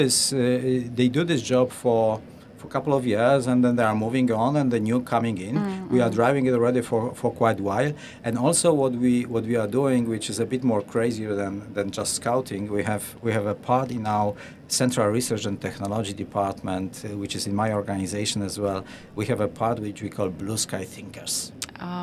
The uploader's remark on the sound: Looking Outside comes to you LIVE from the Dubai Future Forum. LIVE from Dubai. Looking Outside comes to you LIVE from the Dubai Future Forum, the largest gathering of futurists in the world.